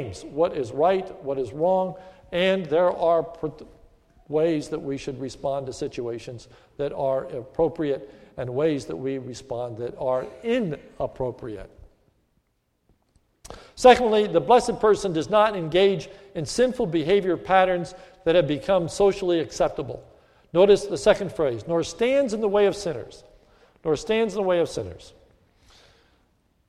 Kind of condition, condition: setting, large echoing room